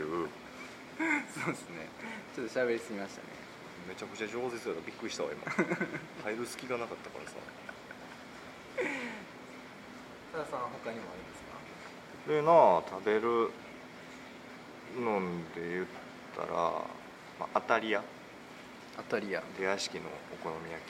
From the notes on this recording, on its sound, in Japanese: 第3回は尼崎の南端、隠れた？名所である魚つり公園にて収録しました。短パンでサンダルの釣り人、夕陽に映える赤い突堤、左を向けば工場地帯。そして蚊に負けた男たちの無念。